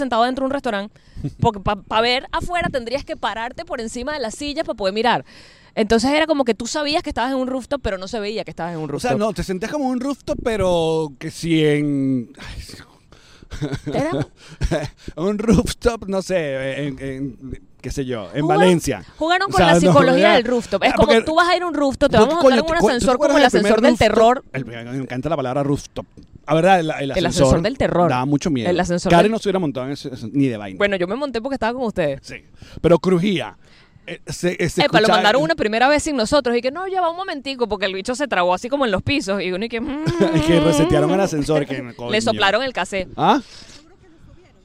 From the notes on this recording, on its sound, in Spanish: Directo desde el Central Park. Grabamos episodio en el mero Central Park de NY.